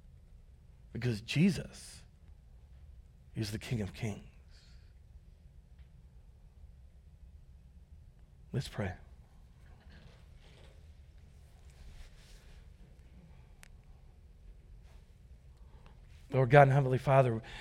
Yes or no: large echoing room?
yes